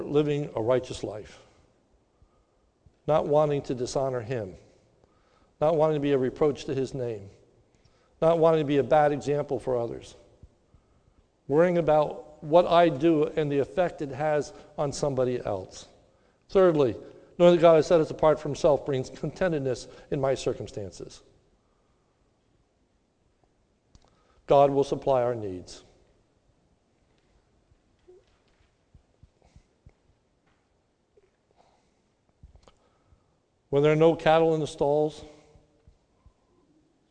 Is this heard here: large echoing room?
yes